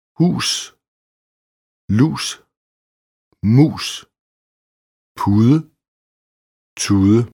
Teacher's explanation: Udtales næsten som langt o på svensk, som i ordet ko, dog mere lukket. · Term: Langt u som o